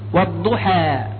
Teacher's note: والضحى الحاء من حروف الترقيق، فخطأ ما ينطق به البعض.